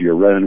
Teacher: But I was our booth was next to another booth for the visiting team doing the broadcast, and for some reason they didn't catch the fact that his name was pronounced Uren with the accent on the second syllable. They pronounced his name Uren.